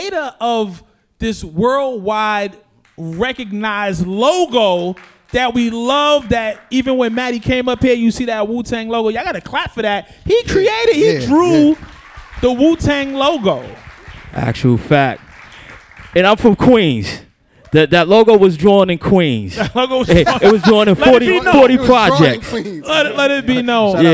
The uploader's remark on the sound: a live conversation at Brooklyn's historic Billie Holiday Theater (The Billie)